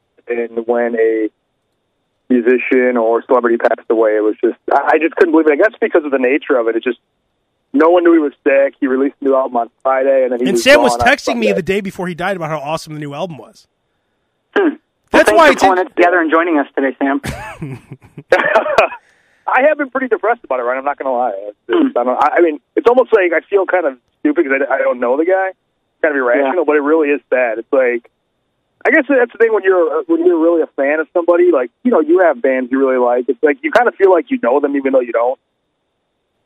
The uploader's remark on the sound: Guy from dealership calls. Live during podcast.